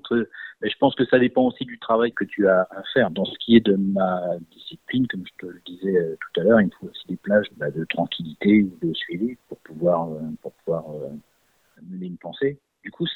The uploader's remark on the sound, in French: nous avons joint par téléphone